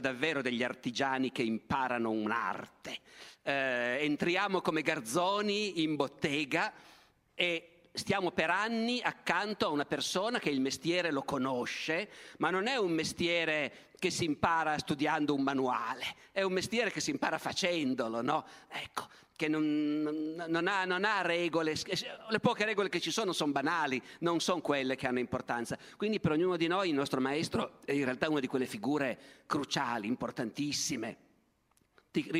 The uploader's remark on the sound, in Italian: Palmanova, 2022. Evento tenutosi in occasione del "Dialoghi - Festival itinerante della conoscenza".